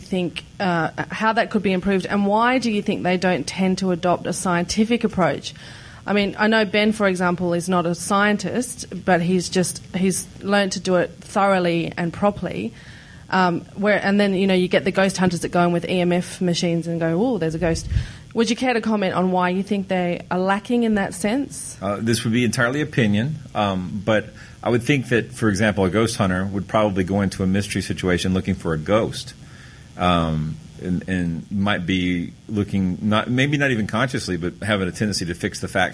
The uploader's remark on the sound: THIS WEEK’S EPISODE was recorded before a live studio audience at Dragon*Con’s Skeptrack 2010 (in Atlanta, Georgia). Bravely faced the horror of live questions from listeners.